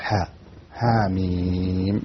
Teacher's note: الحروف هذه حي طهر، هذه موجودة في الحروف المقطعة لكنها لا تمد مدا لازما، يعني لا تمد طويلا · Term: مد طبيعي